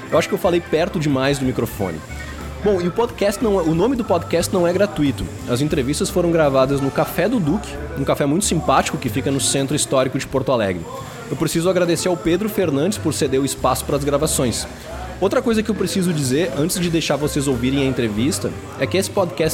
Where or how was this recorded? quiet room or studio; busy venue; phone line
busy venue